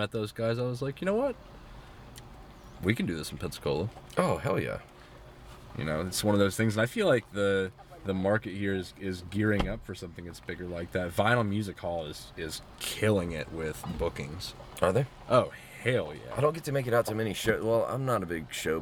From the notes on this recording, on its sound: from the Paradise Inn on Pensacola Beach